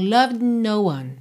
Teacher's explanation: eu tenho D, língua no céu da boca. N, língua no céu da boca, eu já saio do mesmo local. Então, loved no one, tá?